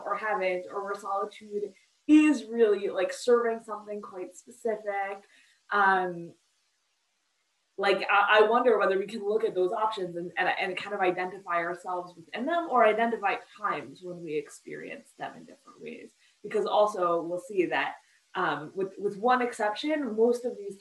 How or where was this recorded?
video call